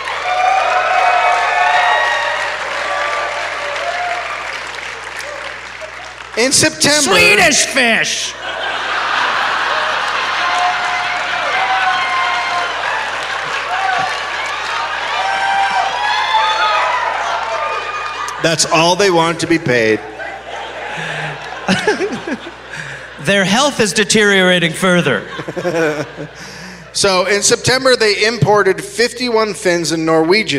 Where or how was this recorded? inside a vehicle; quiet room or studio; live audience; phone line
live audience